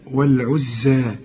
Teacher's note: الزين عليها الشدة لكن لا تغن